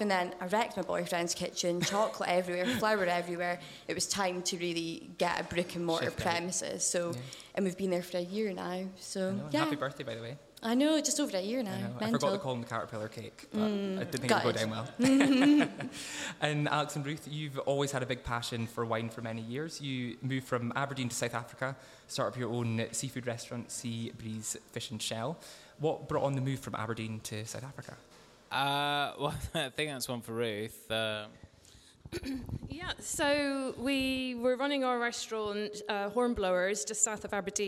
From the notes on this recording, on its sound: Bringing together a live studio audience